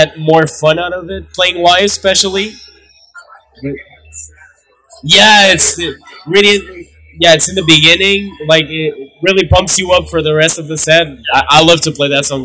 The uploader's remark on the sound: Sorry for the bad audio.